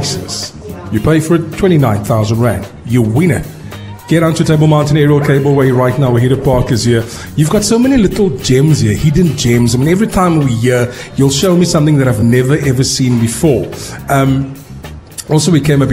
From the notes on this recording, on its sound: Live From Table Mountain Aerial Cableway. The Big Breakfast Show broadcasts live from the TOP of Table Mountain.